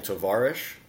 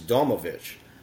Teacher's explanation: Tovarish has a accent on the second syllable, where Domovich has the accent mostly on the last syllable.